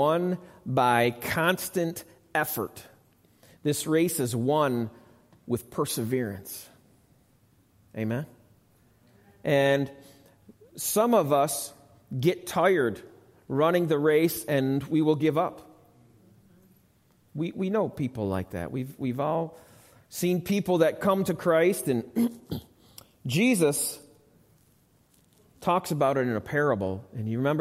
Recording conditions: large echoing room